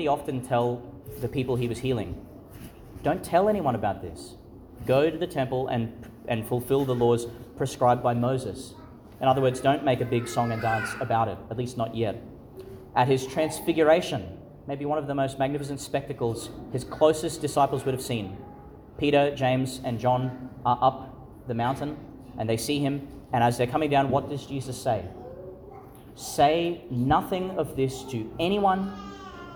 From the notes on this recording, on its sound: Homily for Easter Sunday, delivered in St Patrick's Catholic Church, Calliope, Qld.